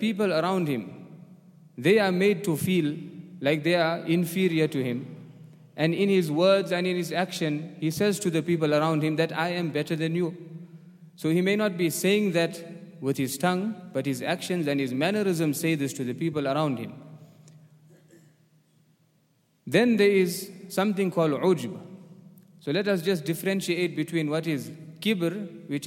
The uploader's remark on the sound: at the Houghton Masjid (West Street)